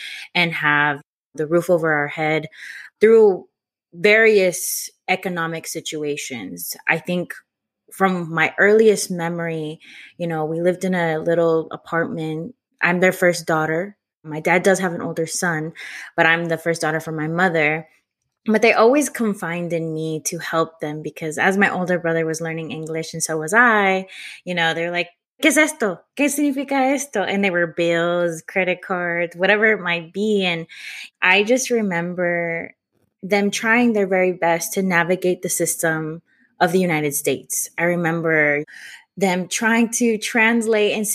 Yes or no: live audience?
no